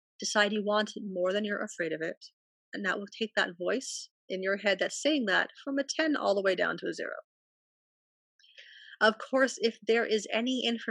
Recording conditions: video call